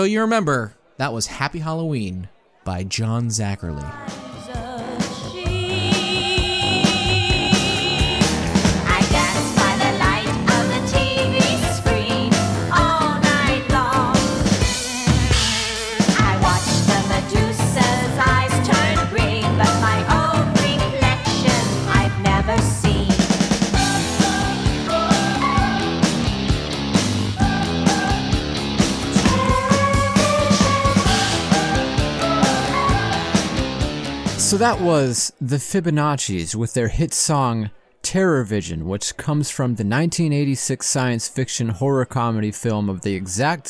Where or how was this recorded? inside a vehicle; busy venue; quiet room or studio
busy venue